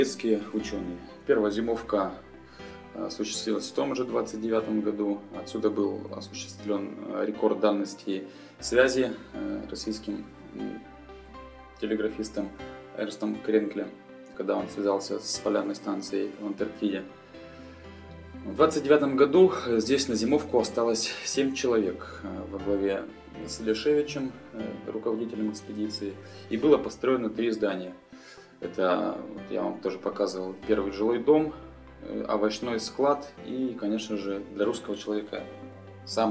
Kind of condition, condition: fault, phone or laptop microphone